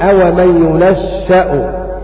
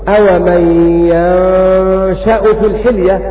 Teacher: وباقي القراء السبعة قرأوا بفتح الياء بسكون النون · Shown in: second take